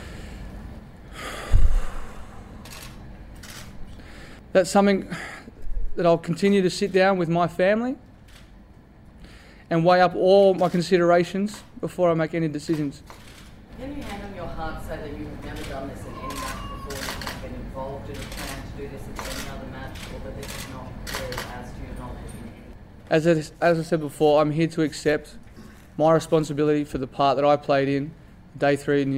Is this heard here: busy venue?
yes